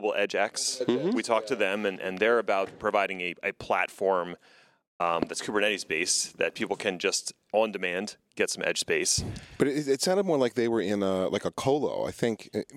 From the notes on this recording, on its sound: recorded at Kubecon 2019